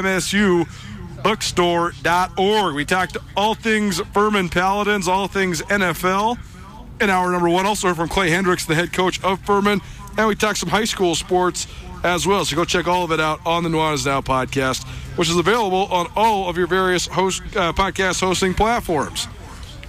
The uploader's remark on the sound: College Gameday Live! Live from the ESPN College Gameday tailgate right across from the University of Montana campus.